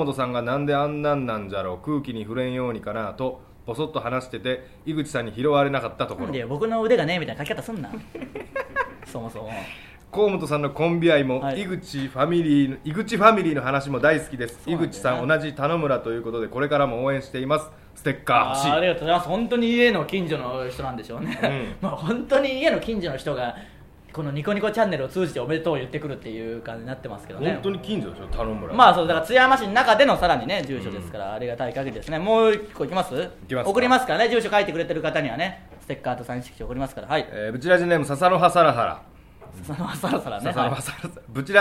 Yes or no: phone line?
no